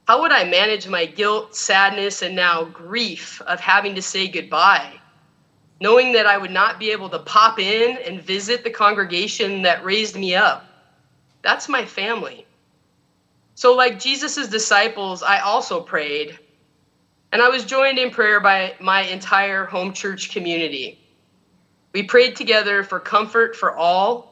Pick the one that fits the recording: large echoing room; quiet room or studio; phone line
large echoing room